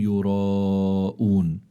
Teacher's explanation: الراء مفتوحة فإذا هي مفخمة، وعنا هون مد يقال له مد متصل وحكمه أنه واجب، فإذا متصل لاتصال المد بحرف الهمزة يعني في كلمة واحدة، فعندي حرف المد أتى بعده همزة في كلمة واحدة، هذا اسمه مد واجب أو مد متصل.